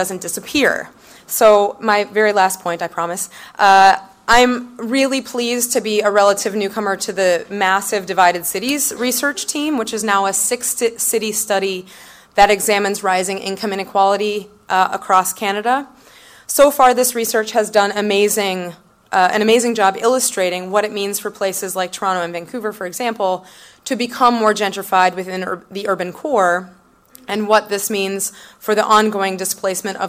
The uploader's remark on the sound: From the 2013 Women Transforming Cities conference in Vancouver